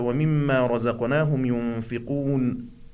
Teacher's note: الميم والنون المشددة يجب أن نمكث عليها بمقدار حركتين، وتسمى بصفة الغنة، خروج الصوت من الخيشوم